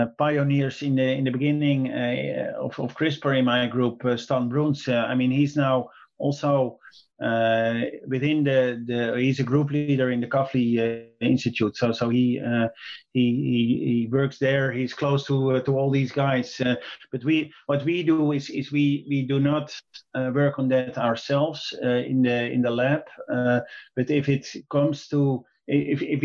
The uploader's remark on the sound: Via Zoom.